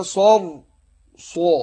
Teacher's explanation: شوف الصاد مفخمة ازاي والراء بعدها مفخمة برضو عشان ساكنة ما قبلها مفتوح